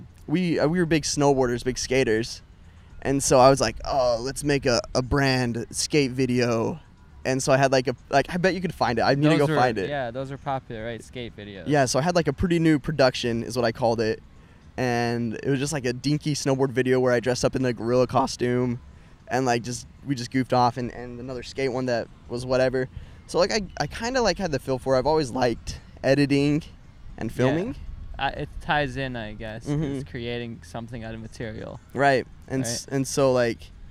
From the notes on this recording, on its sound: Bonus fun we recorded the whole interview on the beach at Santa Monica Pier!